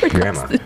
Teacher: I don't pronounce the D.